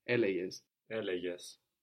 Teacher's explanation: So here the g is softened by the e sound that comes after it.